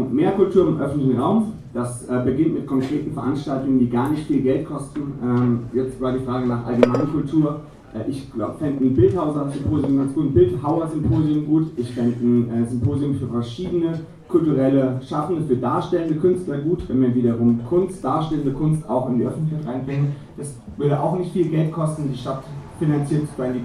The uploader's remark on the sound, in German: gab es im Atlantik eine Podiumsdiskussion der anderen Art.